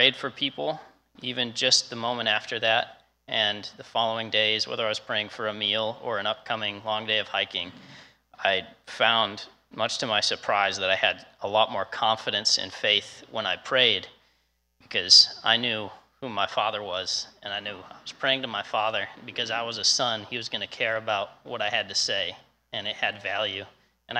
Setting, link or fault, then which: setting, large echoing room